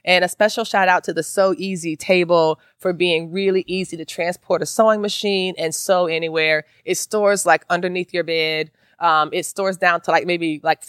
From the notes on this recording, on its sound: This episode was recorded live at the Sew Black Affinity Space hosted by Black Women Stitch at the MQG Quiltcon in Atlanta, Georgia.